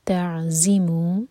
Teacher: عین ساکن کے بعد زا پر زور اور زا بزنگ ساؤنڈ کے ساتھ آنی چاہیے آواز اس کی